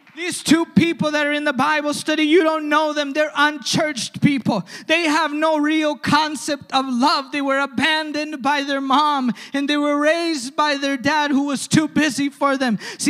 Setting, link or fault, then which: setting, large echoing room